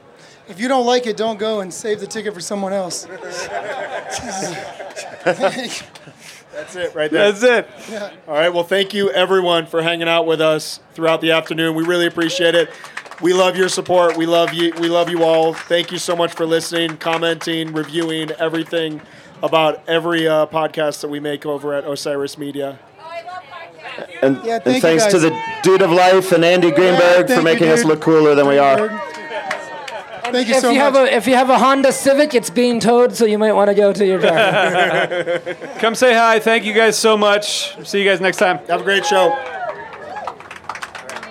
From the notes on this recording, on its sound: We are so happy to share the recording of our Live Event from the Dick's Lot.